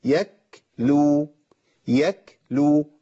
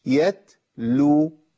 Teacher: العله ان انا عندي تاء بعديها لام، التاء من طرف اللسان واللام من حافه اللسان · Shown in: second take · فلازم ينتقل لساني يطلع كده ويلمس كده بعد كده.